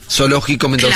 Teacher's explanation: Básicamente la S, la C y la Z suenan todas como S. · Term: ceseo